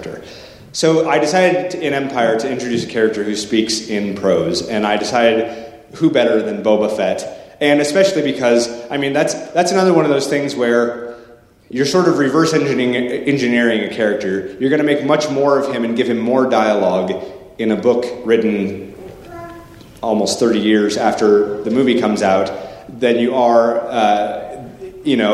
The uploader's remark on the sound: The Salt Lake City Library hosted a conversation. This in-depth discussion also took audience questions.